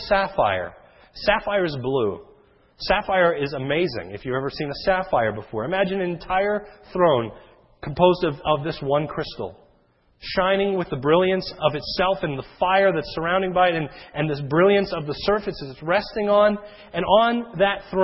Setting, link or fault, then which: setting, large echoing room